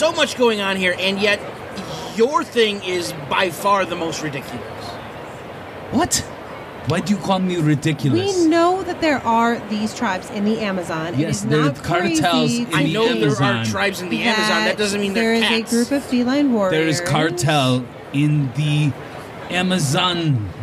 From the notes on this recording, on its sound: Live From C2E2. Our annual pilgrimage to C2E2 in Chicago led to some surprising moments. Live from the floor at Podcast Central.